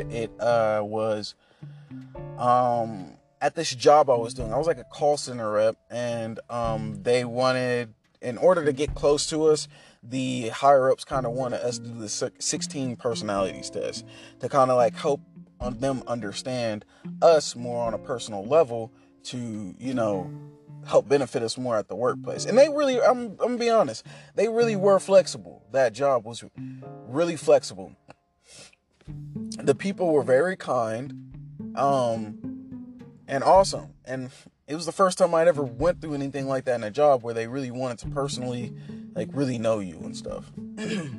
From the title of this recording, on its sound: In the car thoughts